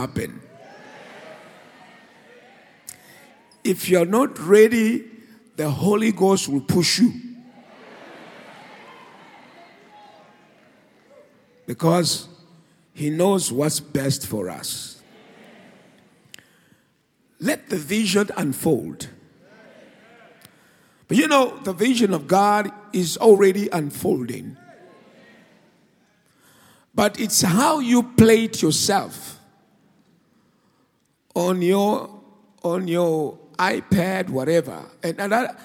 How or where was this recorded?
large echoing room